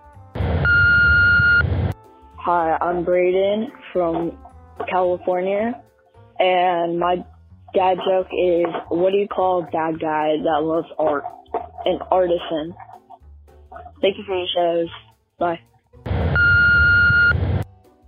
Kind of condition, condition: link, phone line